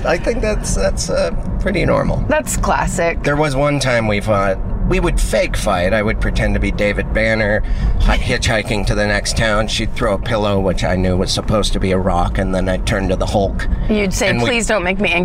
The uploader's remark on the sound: all while driving!